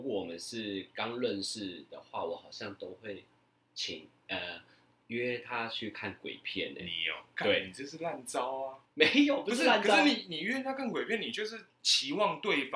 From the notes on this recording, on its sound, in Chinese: 本集於配備升級之前錄製的, 聲音上需要大家的體諒